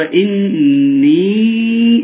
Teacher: الياء تمد مد طبيعي بمقدار حركتين · Term: المد الطبيعي